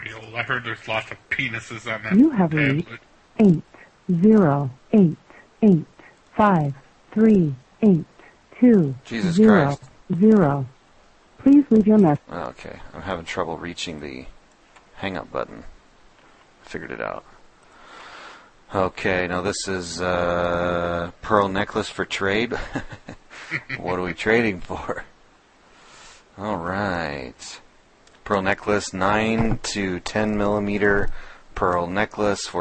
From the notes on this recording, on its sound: Prank Phone Calls